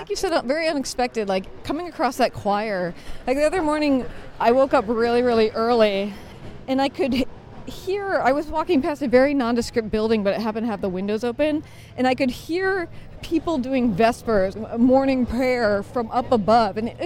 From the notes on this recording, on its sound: We bring you along with us on the final tour of our amazing Rome Adventure last month! During breaks between the sites of this super-secret Rome walk. Pulls out her microphone and interviews a few of our guests.